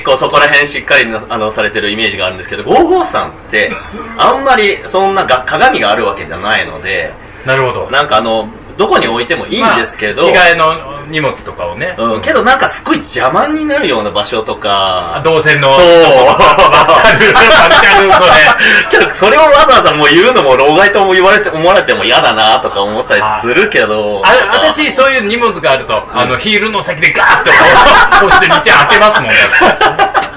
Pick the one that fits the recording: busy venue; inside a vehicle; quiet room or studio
busy venue